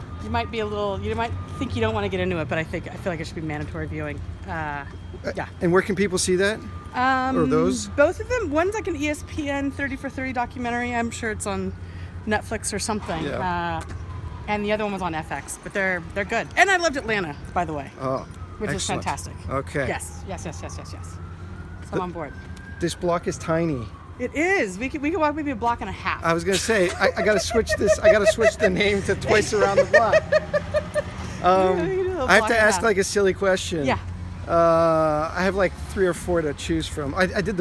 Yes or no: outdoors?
yes